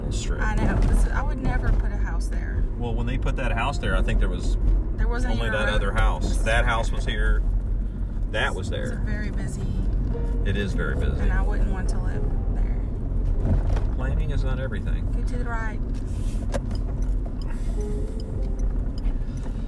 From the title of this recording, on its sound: In the car